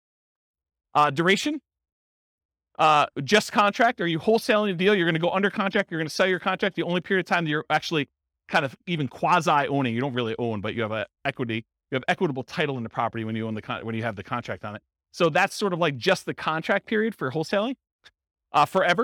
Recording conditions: live audience